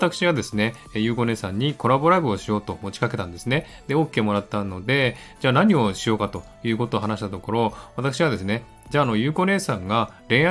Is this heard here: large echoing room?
no